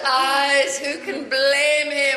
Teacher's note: some of the words, the syllables get drawn out, like the way you say eyes, blame, even teeth